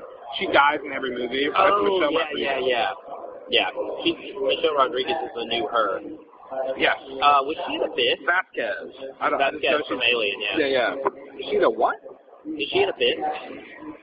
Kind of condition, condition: fault, poor sound quality